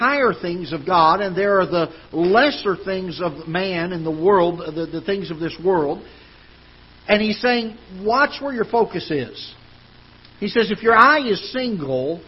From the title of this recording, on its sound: Ketha Heights Baptist Church ~ Live Broadcast